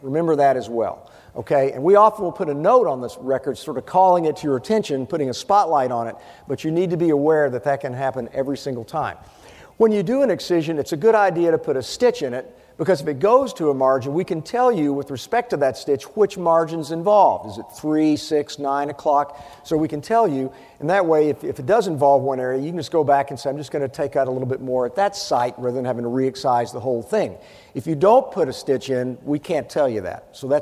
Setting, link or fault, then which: setting, busy venue